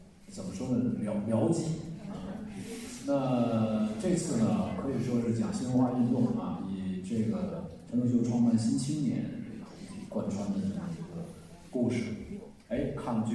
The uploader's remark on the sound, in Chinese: 主创团队做客北京大学。在百周年纪念讲堂李莹厅与北大师生展开了深入的交流。北京大学广播台记者来到现场，跟踪报道了这一场重大而珍贵的活动。